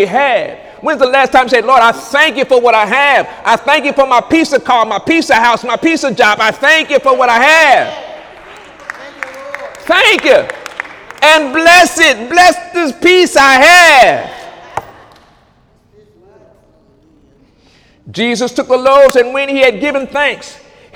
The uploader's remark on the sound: During Sunday morning service